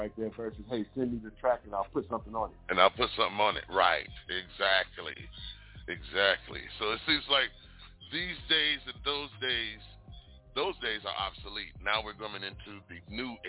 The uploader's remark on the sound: we will be interviewing LIVE ON THE PHONE